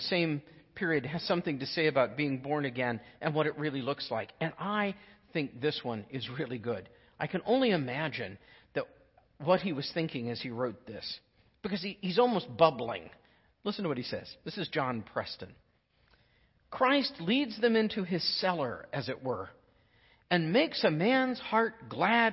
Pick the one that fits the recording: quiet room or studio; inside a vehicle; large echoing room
large echoing room